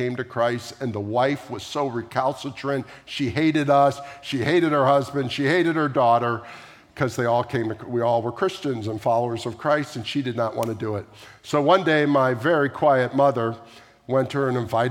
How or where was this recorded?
large echoing room